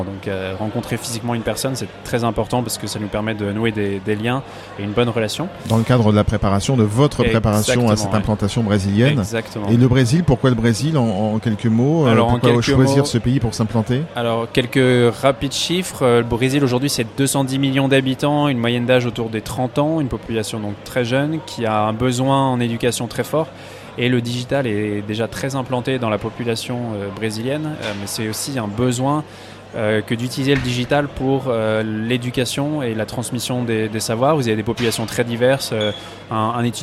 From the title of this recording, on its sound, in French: En direct de l'édition 2019 des Rift's !